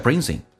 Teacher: brings 跟 in 有一个连叫 bringsin